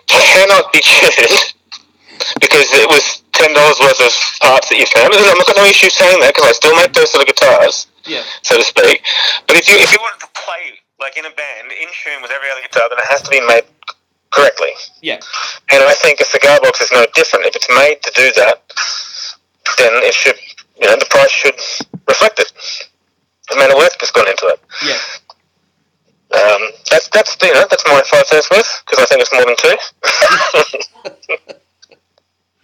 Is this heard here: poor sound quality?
yes